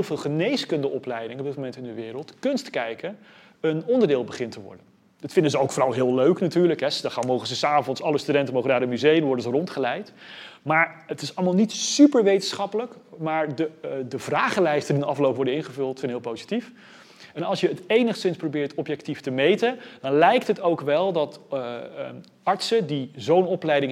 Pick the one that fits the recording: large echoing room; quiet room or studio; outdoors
large echoing room